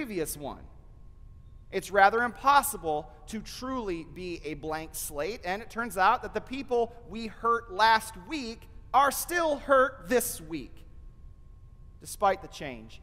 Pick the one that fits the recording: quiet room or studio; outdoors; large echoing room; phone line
large echoing room